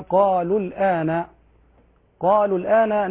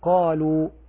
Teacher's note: حذفنا الواو في الوصل لالتقاء الساكنين، فإذا وقفنا عادت الواو